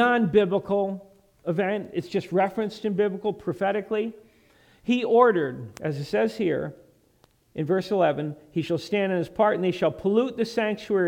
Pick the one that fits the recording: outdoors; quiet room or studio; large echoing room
large echoing room